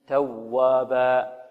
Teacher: توابا هذه فيها واو مشددة، واو مشددة، فلابد أن ننبر هذه الواو. توابا، الواو المشددة والياء المشددة من مواضع النبر، من مواضع النبر.